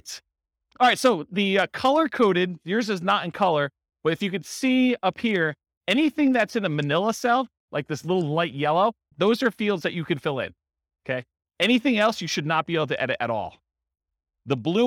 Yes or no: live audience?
yes